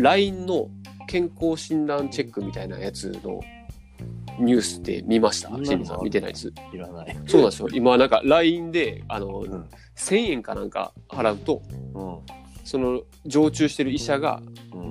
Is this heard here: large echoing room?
no